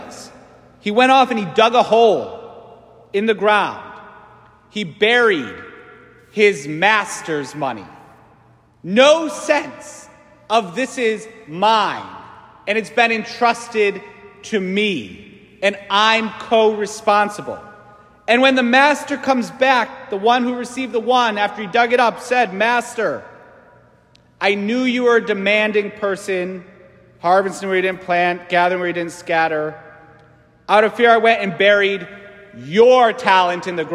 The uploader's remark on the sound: St Francis Catholic parish homily.